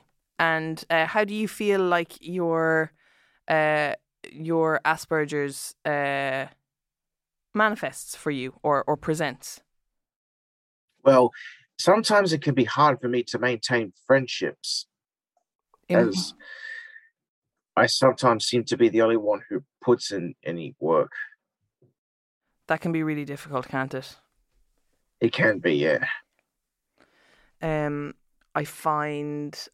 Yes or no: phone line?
no